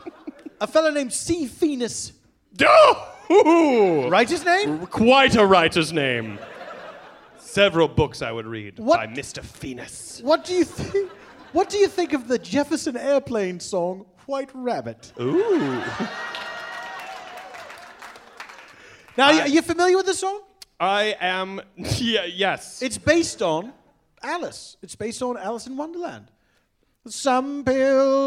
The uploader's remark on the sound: Recorded Live at The Bumbershoot Festival in Seattle, WA.